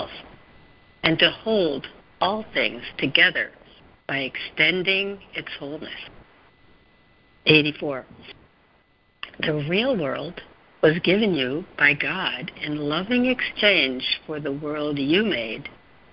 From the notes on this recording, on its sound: ACIM Daily Conference Call